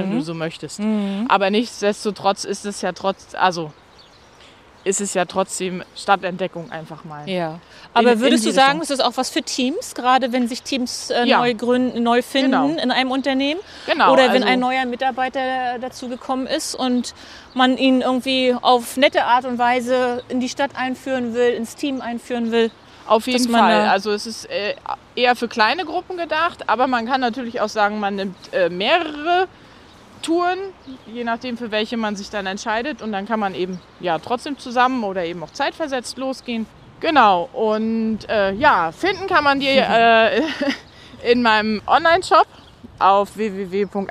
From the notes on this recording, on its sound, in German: Wir nehmen nach einigen im Sitzen aufgenommenen Episoden heute wieder beim GEHEN auf. Wir GEHEN durch die nördliche Altstadt von Rostock.